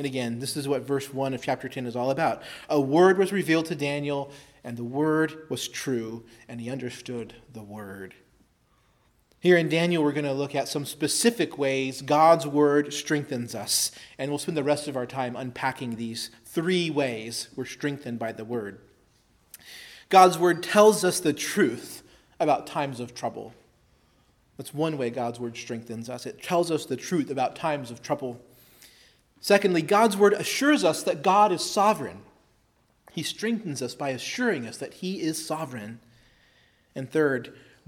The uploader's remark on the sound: Preached at Christ Our Savior Baptist Church on Sunday, June 6, 2023.